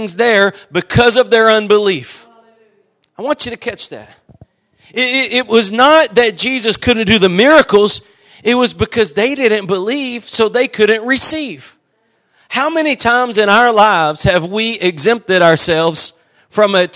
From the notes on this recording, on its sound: Preached at Gospel Lighthouse in Bossier City, La.